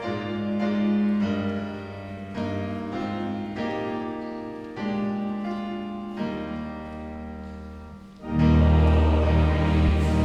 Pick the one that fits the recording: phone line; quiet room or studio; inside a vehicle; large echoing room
large echoing room